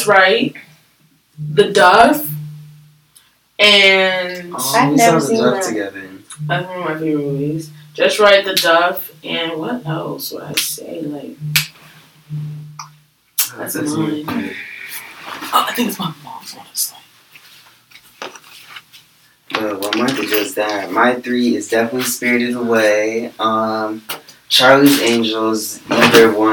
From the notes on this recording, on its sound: Please bare with us as we use our new software for our podcast. Please ignore any audio errors.